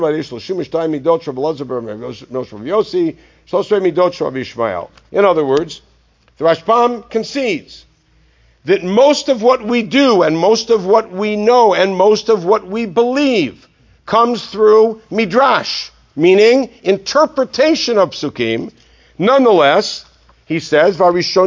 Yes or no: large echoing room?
yes